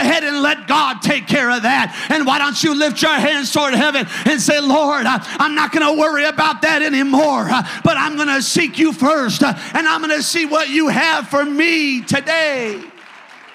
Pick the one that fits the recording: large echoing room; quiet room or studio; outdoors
large echoing room